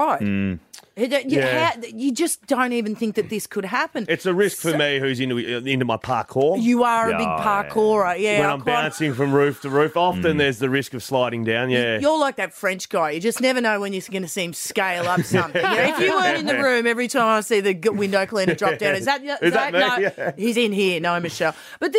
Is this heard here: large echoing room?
no